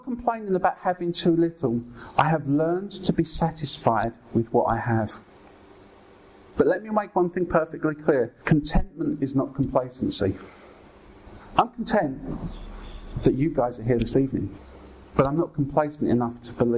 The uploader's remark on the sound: Brings an encouraging message at Ashingdon Elim.